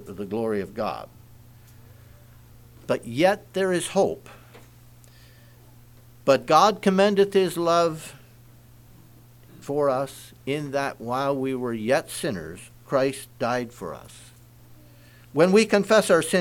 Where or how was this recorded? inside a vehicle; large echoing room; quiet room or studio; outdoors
large echoing room